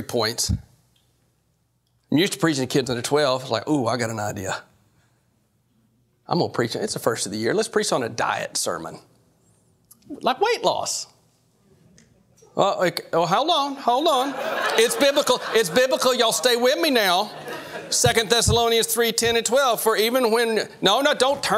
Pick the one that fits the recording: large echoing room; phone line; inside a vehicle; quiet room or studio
large echoing room